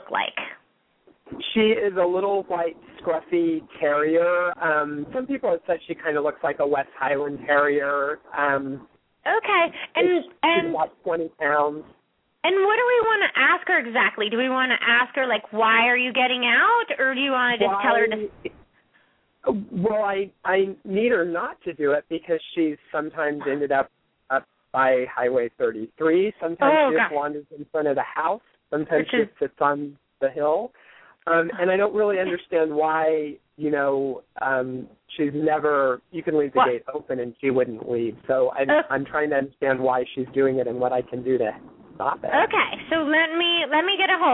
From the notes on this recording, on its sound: open up the lines for listeners to call